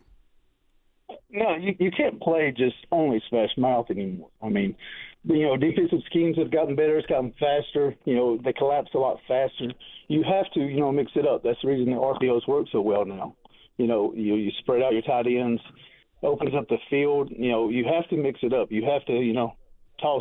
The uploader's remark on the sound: allowing listeners to call